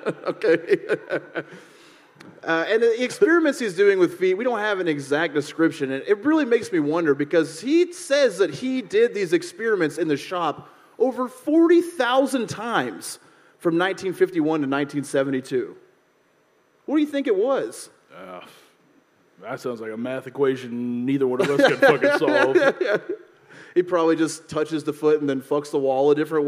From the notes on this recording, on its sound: This live episode from deep in the heart of Texas.